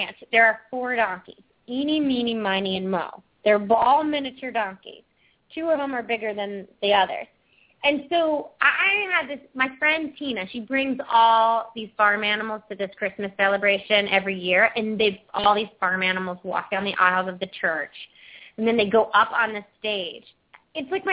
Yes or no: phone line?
yes